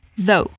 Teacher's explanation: Aqui tem aquele som de TH que acontece quando a gente coloca a língua bem suavemente entre os dentes da frente